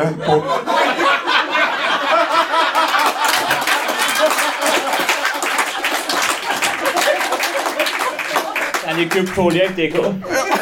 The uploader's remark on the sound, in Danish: LIVE fra Roskilde